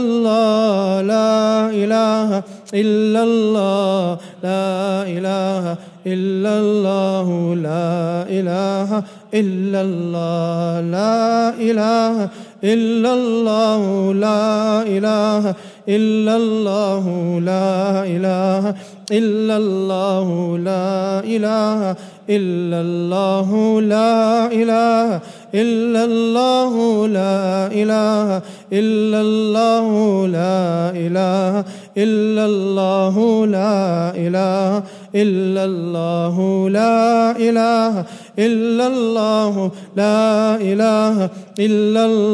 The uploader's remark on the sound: at the Houghton Masjid (West Street)